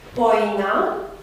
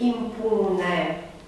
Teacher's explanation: Poate că intră în aceea serie poina, pedeapsă, și adverbul impune. Aici am vedea diptongul oi, monoftocat la U.